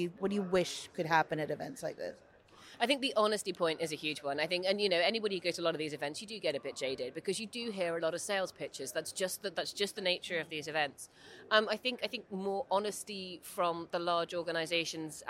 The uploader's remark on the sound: On the road at Money20/20 in Amsterdam